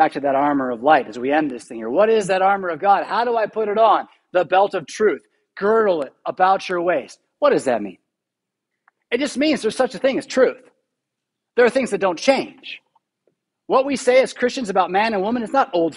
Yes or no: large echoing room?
yes